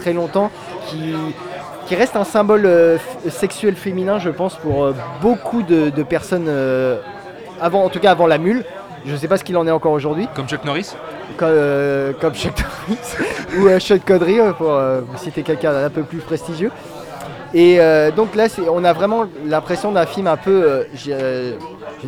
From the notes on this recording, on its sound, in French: Enregistré au Hurling pub (8 Rue Descartes, 75005 Paris), le vendredi 25 janvier 2019.